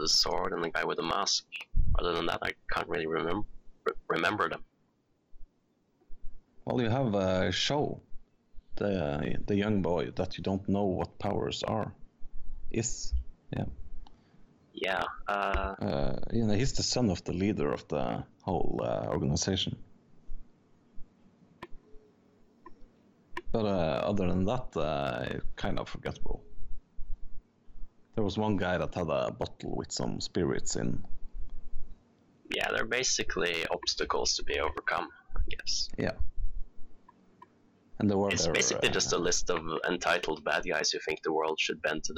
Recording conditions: distortion